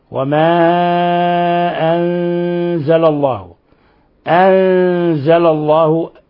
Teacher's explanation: نون ساكن جاء بعد حرف الزاي، الحكم التجويدي إخفاء حقيقي